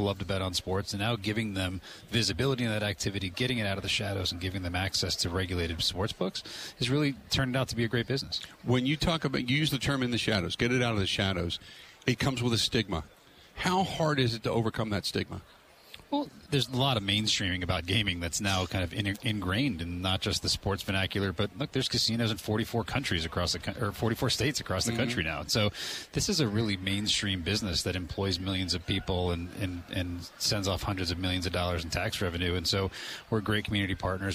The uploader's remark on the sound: Live From Radio Row At Super Bowl 57